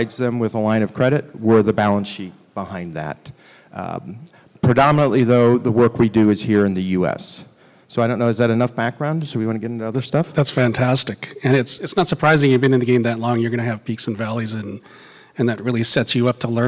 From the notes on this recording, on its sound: This recording is from Fintech Nexus USA held at the Javits Center in New York City on May 10-11, 2023.